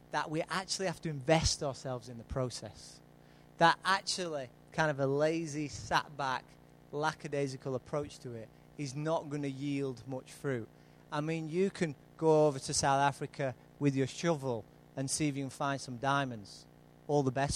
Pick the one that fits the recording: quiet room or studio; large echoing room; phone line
large echoing room